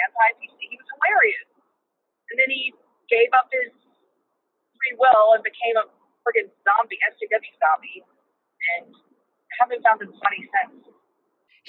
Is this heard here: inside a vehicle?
yes